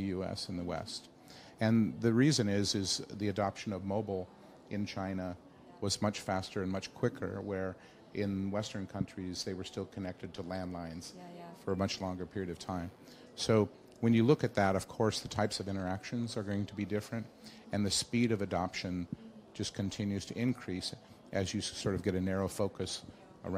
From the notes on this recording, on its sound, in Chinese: 在 UCAN 2019 阿里巴巴设计大会的现场